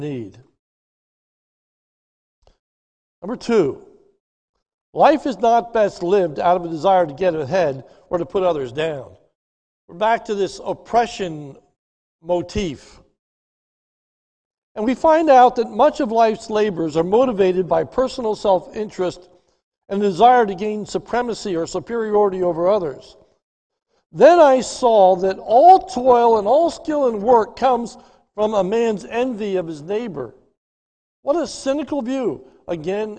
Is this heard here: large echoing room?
yes